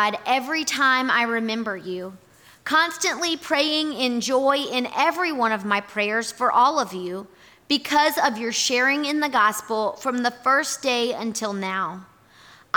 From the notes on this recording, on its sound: Our audio recording from this morning&#8217;s worship service. Here is our audio recording from this morning’s worship service.